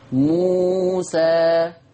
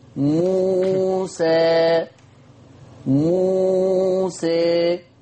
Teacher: ها، اللي يلاحظ معايا هيجد ان الألف في موسى فيها فتح، صوت الألف صوت طبيعي، لكن في موسى حدث انحراف لصوت الألف